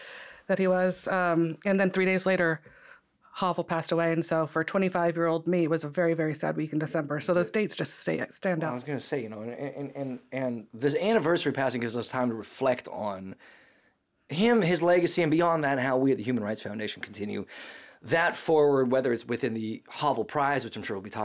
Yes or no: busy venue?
no